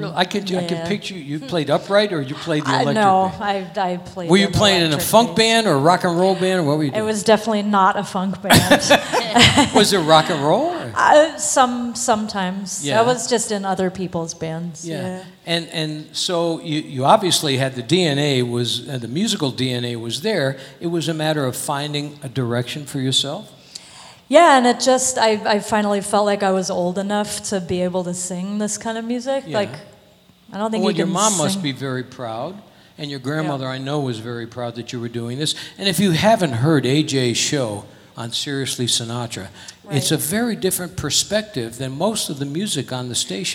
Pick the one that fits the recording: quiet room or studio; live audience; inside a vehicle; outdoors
live audience